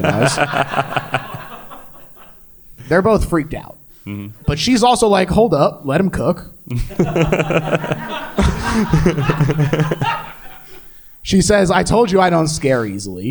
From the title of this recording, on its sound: Live at PhilaMOCA